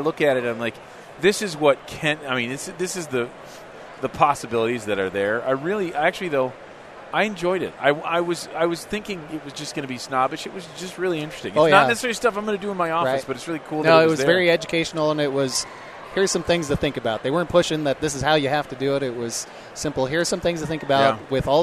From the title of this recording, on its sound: Live from Dentsply Sirona World 2017!